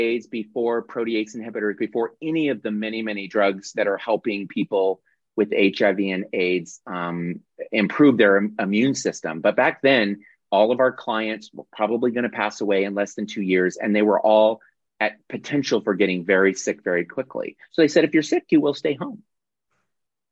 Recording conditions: video call